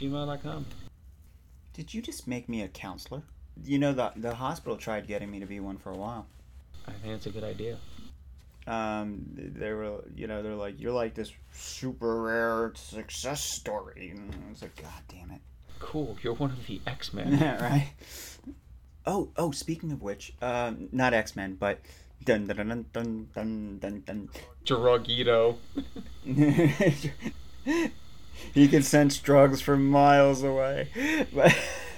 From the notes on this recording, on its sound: audio issues